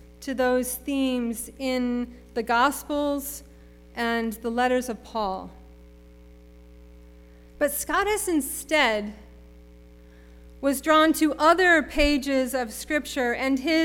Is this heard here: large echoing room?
yes